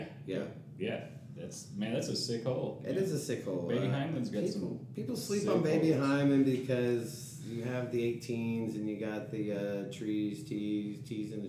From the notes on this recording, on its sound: We are still working on our sound, this has been one big learning ball of amazing fun.